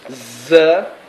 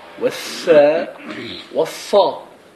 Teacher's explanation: الفرق أن الأوتار الصوتية تتحرك حال النطق بالزاي فقط، ولا تتحرك حال النطق بالسين والصاد. والفرق بين السين والصاد أن الفم يتقعر حال النطق بالصاد ليعطي صوت الإطباق، ولا يتقعر ينفرش حال النطق بالسين، فتقول سا وتقول صا.